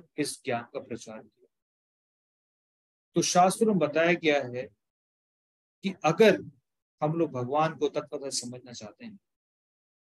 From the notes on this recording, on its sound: Zoom online session.